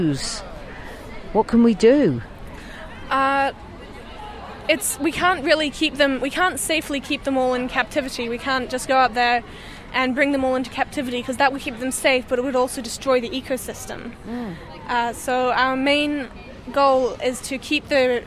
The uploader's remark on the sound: Live from school strike